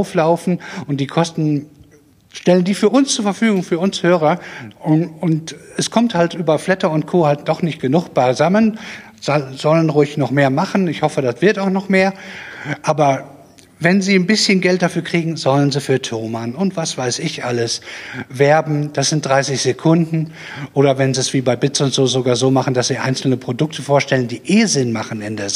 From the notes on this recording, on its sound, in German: Begann die eigentiche inhaltliche Arbeit beim #ganzohr2014-Podcastertreffen. Live vor Publikum.